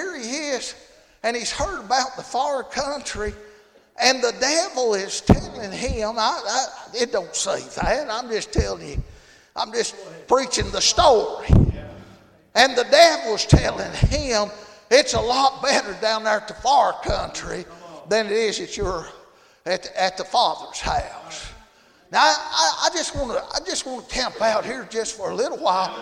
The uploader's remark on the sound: Tuesday Evening service at Calvary Baptist